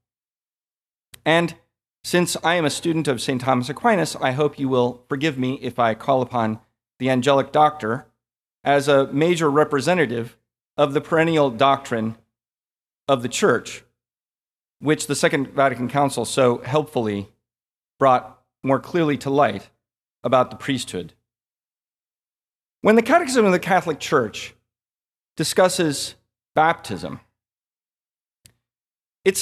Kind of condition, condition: setting, large echoing room